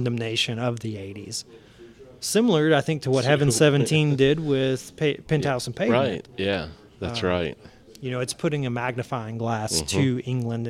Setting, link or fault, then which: setting, busy venue